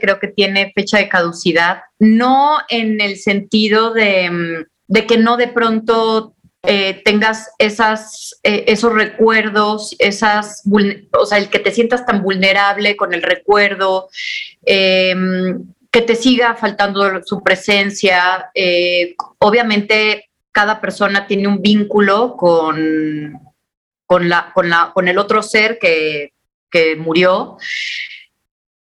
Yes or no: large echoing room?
no